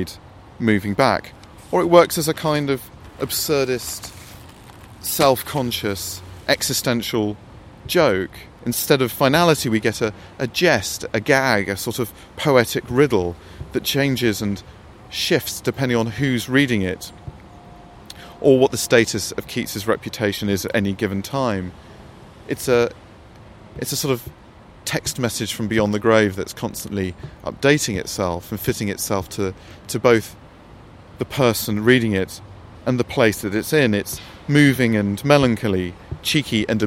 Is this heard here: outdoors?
yes